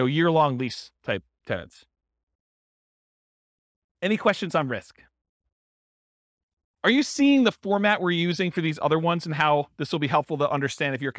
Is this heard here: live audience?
yes